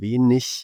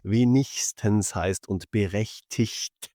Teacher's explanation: alles, was auf IG endet, machen wir zu diesem schönen Ich